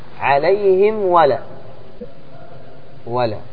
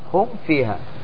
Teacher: الواو والفاء هذان الحرفان واو وفاء، واو وفاء هذان الحرفان إذا أتيا بعد الميم الساكنة فعليك بإظهار الميم الساكنة إظهارا بينا قويا. واحذر لدى واو وفى أن تختفي.